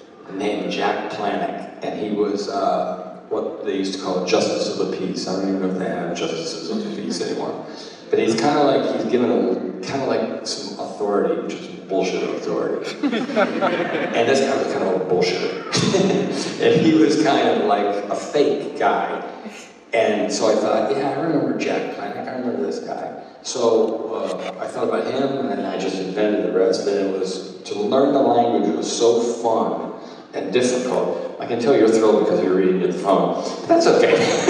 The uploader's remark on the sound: ALAMO CITY COMIC CON. Recorded the Q&A panel, shared here, in full, for the very first time.